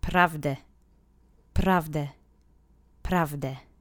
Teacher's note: And as you could hear, the accent was on the first syllable, and try to roll that R, but if you get one bounce off of it, that's fine too.